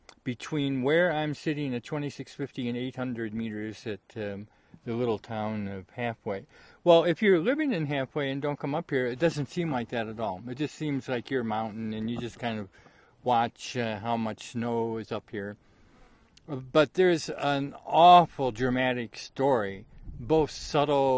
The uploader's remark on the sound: From Cornucopia Peak. Recorded on CORNUCOPIA PEAK at +-2650m in the South WALLOWAS.